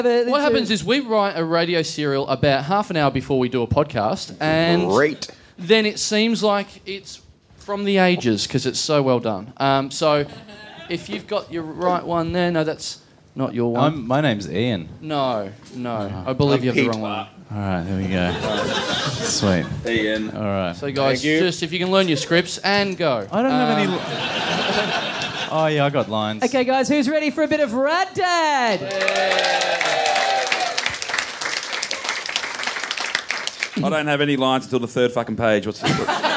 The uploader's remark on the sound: Recorded LIVE at Five Boroughs on Sunday April 13th, as part of the Melbourne International Comedy Festival.